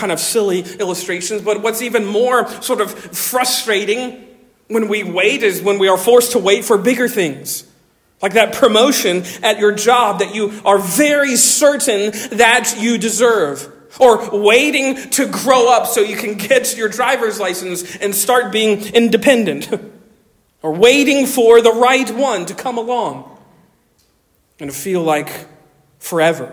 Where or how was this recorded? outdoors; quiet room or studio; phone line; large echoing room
large echoing room